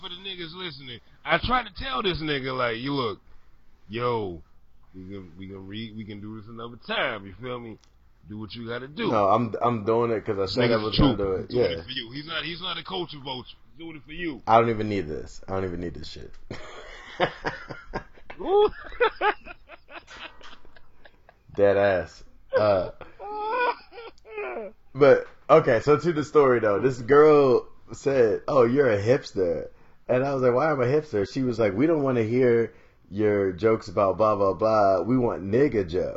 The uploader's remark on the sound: I already know there are some obvious flaws with this audio